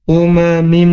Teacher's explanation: huruf mim ketemu dengan tanwin harus ditahan, dimasukkan ke hidung · Term: gunnah